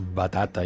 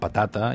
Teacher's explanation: Sí, però amb l'àrab tu dius batata i dius patata i els sona igual, perquè el so aquest implosiu, oclusiu, perdó, la B i la P, doncs són, no els ofereixen contrast. És el mateix so, l'únic que un és sonor i l'altre és sord